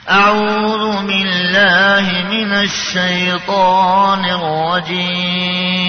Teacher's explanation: والراء مفخمة من غير ما تتحرك شفت